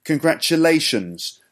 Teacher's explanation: The fourth syllable is the stressed one. So, lay. So, congratulations.